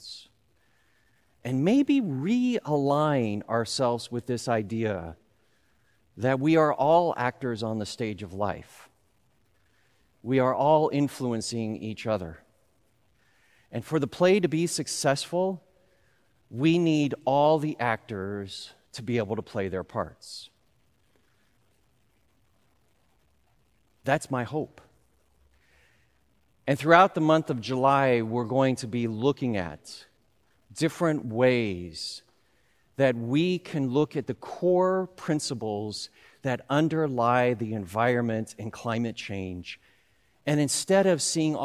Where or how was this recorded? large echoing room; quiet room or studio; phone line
large echoing room